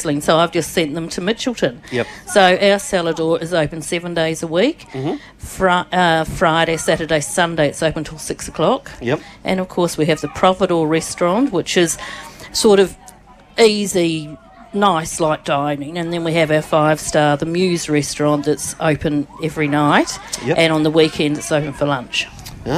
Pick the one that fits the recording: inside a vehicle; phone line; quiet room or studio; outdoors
outdoors